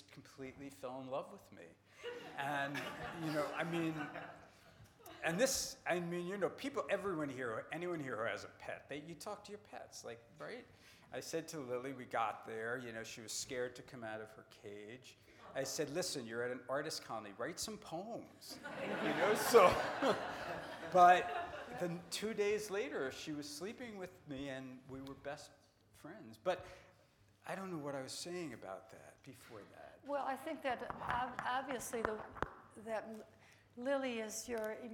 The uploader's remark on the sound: Recorded at 92nd Street Y on July 11, 2018.